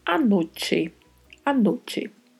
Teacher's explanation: A letra E também é fechada, então falamos a noite.